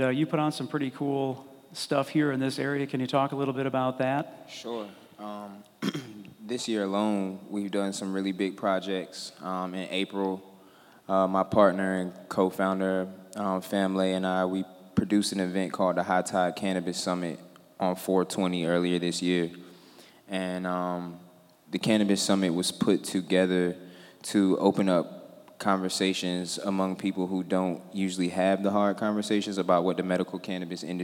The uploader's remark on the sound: This episode is part one of three Fervent Four Show episodes that were recorded at the Mighty Dream Forum.